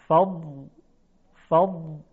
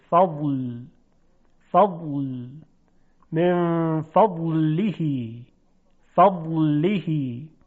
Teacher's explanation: اول حافت اللسان یعنی کناره زبان به دندانهای آسیایی بالا برخورد میکنه و درگیر میشه با اونها، فض، و بلافاصله بعد زبان حرکت میکنه در مخرج لام واقع میشه، فضل، فضل، من فضله، فضله. · Term: استطاله